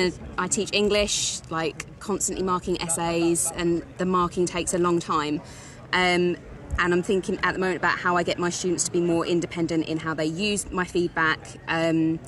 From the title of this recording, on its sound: LIVE from ResearchEd 2023